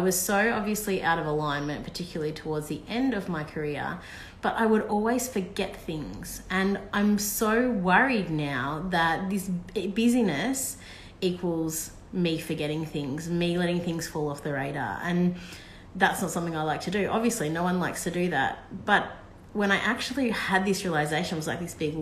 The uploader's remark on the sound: It was originally recorded as an IG live around the time when we were preparing to leave Australia last year.